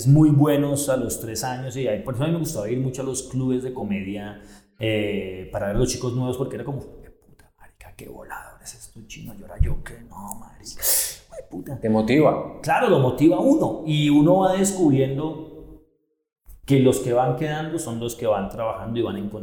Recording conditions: echo